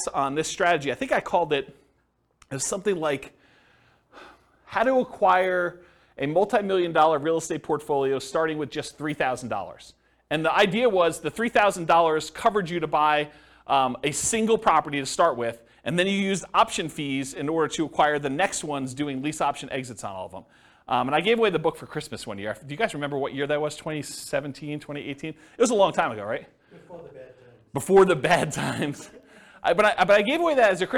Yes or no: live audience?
yes